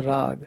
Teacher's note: In Hindi you write raga, but you do not pronounce the vowel, so you say rag.